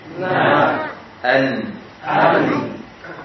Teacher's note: ujung lidah menempel pada gusi atas menyebabkan tertutupnya jalur suara secara sempurna. · Term: syiddah